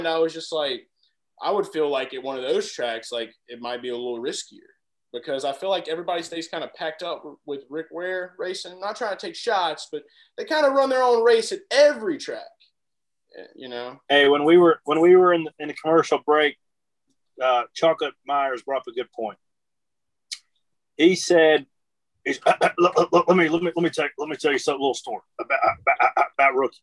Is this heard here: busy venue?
no